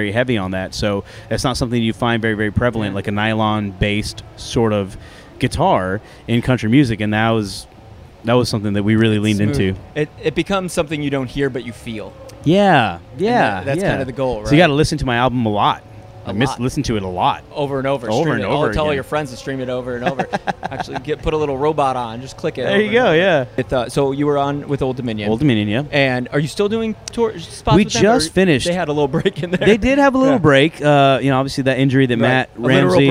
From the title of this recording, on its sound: LIVE AT COUNTRY THUNDER